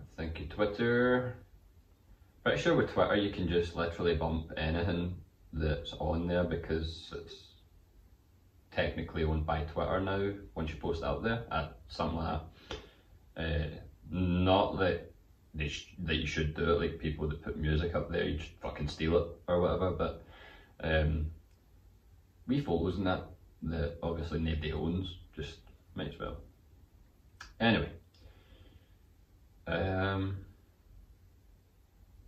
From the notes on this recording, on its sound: The irony of wearing the headphones for the first time then completely fucking the audio file is my favourite part of this one.